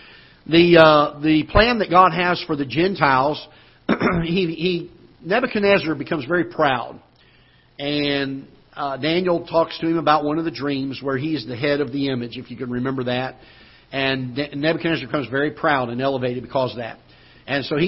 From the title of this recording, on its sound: Ketha Heights Baptist Church ~ Live Broadcast